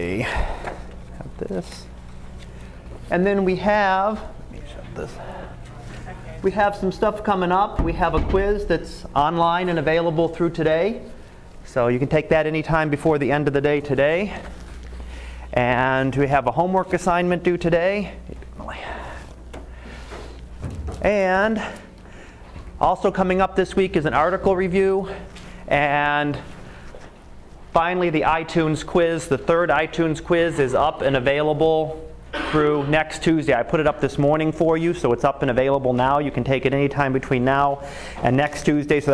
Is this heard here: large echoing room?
yes